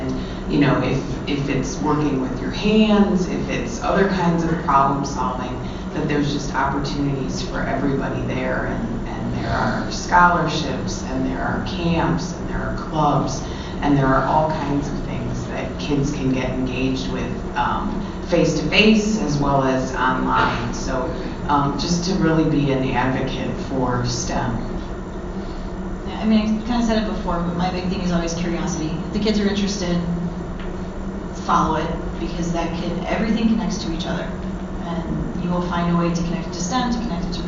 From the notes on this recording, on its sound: This is the audio from my Panel at C2E2 in Chicago on Aprl 7th.